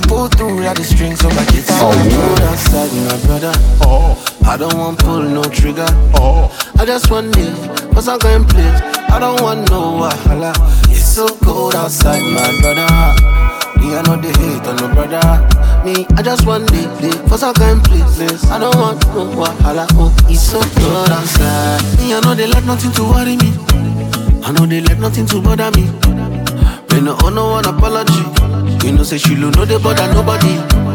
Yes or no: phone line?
no